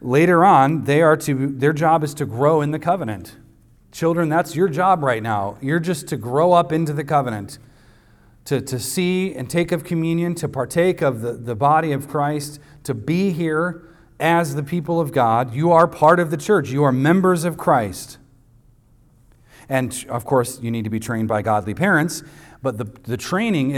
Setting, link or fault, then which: setting, large echoing room